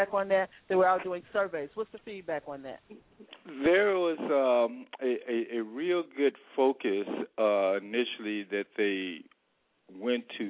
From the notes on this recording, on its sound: Join us as Black Wall Street Districts across the nation call in to update the country on what's going on in their communities.